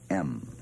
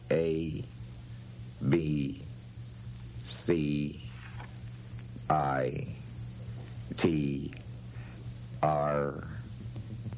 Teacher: the only two letters in which you should have felt your nose vibrate are M and N. · Shown in: first take · If your nose vibrated at all on any of the other letters, you have nasality to some extent.